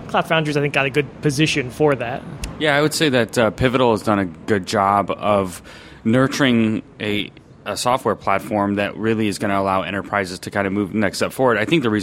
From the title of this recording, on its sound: Live from Cloud Foundry Summit